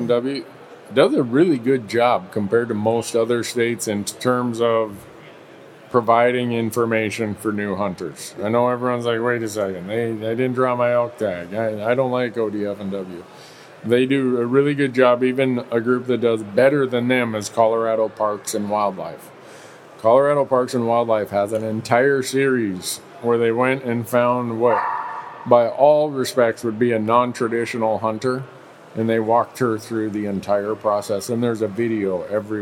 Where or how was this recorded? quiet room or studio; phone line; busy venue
busy venue